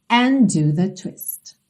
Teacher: and termina em D, do começa em D, você tem um D só